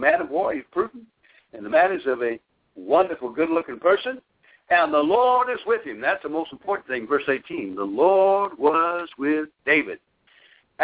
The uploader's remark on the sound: via conference call